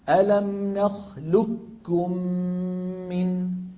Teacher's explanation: يعني نحول القاف إلى كاف ويكون النطق بإيه؟ بكاف مشددة. ألم نخلقكم، لكم ما بيبقى من القاف أثر. · Term: إدغاما محضا